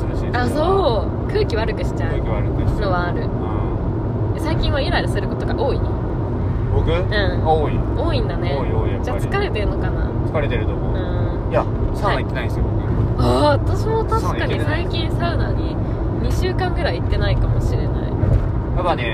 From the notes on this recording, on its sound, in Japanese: 車の中で収録してます！騒音うるさいかも！ごめんなさい！